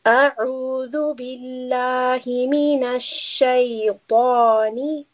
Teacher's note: Ta here is a heavy sound, so we will have a full mouth. We will allow the tongue to be raised when we recite this letter.